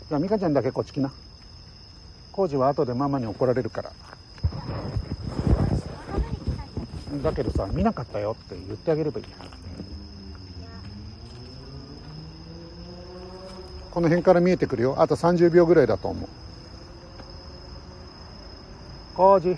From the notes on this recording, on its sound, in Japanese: LIVE 野毛大塚古墳から国際宇宙ステーション中継。